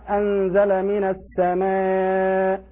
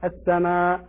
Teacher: يريد أن يرقق الألف فلفظ بها لفظ الإمالة · Shown in: first take · وهذا نوع من الإمالة يسمى بالتقليل أو الإمالة الصغرى.